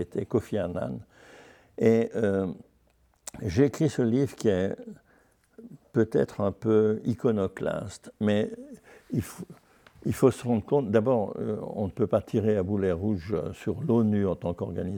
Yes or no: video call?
no